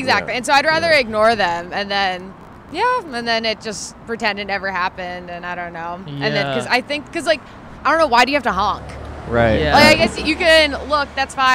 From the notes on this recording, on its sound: Recorded on 5/22/21 in front of The Pleasure Chest on Santa Monica Blvd in West Hollywood.